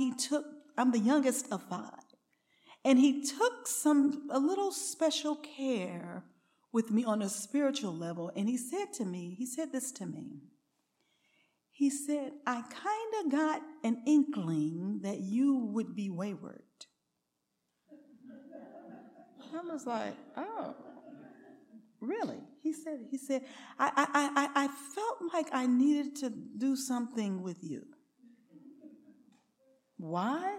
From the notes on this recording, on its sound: recorded on November 18, 2023, at Ringgold Seventh-day Adventist Church.